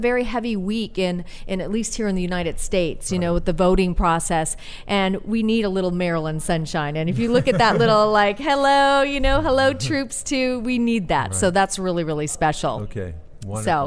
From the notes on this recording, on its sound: Live at American Film Market. Join VoiceAmerica as we Broadcast LIVE form the American Film Market!